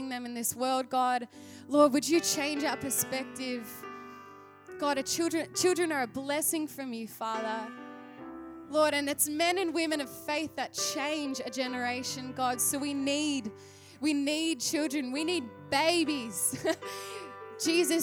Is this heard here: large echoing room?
yes